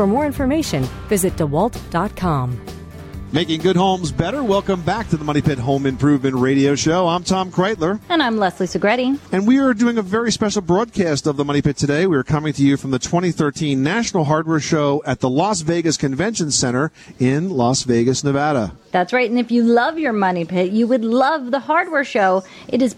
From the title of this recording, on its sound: We are coming to you from The National Hardware Show in Las Vegas